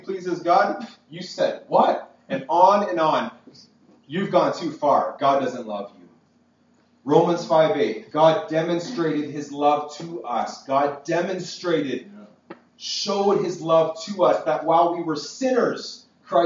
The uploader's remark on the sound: This message was preached at Freedom Life Church in Kitchener Ontario. PLEASE FORGIVE THE POOR QUALITY AUDIO!